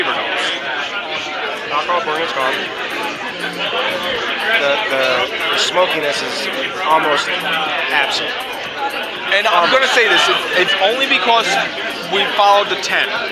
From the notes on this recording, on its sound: Laphroaig tasting event at Rustic Root in San Diego. Sorry for the audio on this one, it was a loud event.